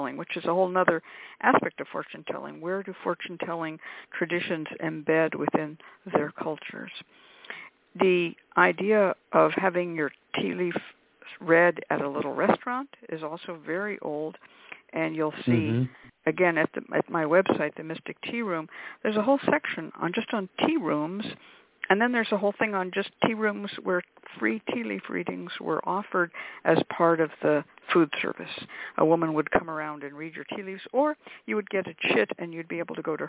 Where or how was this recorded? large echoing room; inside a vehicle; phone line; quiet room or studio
phone line